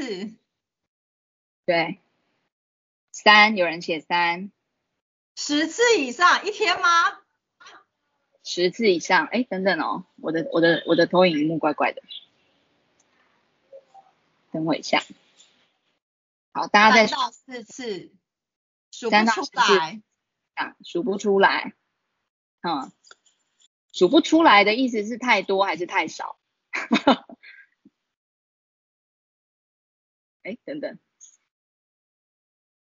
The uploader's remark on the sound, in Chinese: 此為線上課程錄音檔！講座錄音。